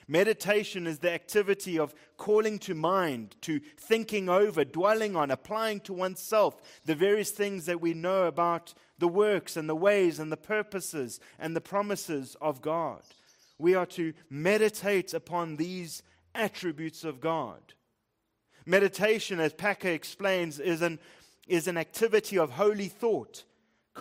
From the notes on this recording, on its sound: Preached at Living Stone Bible Church, Fourways/Bryanston, South Africa.